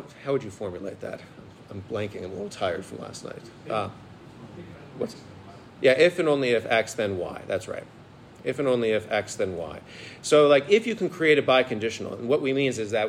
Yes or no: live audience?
yes